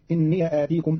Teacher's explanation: قرأ قالون كلمتي إني آتيكم بفتح ياء الإضافة، فتصير إني آتيكم في لغة بعض العرب.